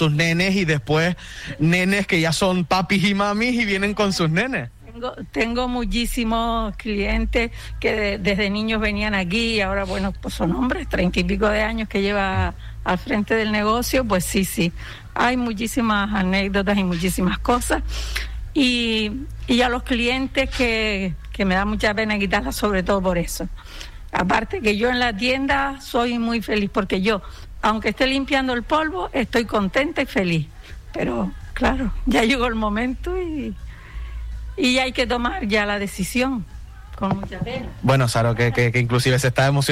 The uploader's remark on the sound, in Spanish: Visitaba este jueves en directo Regalos Saro, un emblemático negocio de decoración ubicado en la Avda. Juan de Bethencourt 9 y Cipriano Gutiérrez Oramas, 2 de Puerto del Rosario.